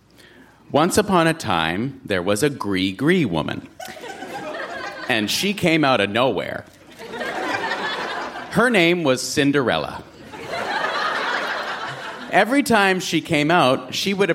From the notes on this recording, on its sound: Recorded live at the Park Theatre in Winnipeg.